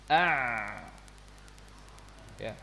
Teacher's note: lidah dalam bertemu dengan dinding tenggorokan. Dan lidah yang besar, lidah yang utama, kita turunkan. Ya. Kesalahan kita adalah kita menaikkan lidah ini. · Term: huruf ain